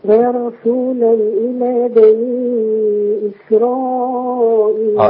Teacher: إسرائيل المد كله من الفم ليس له علاقة بالغنة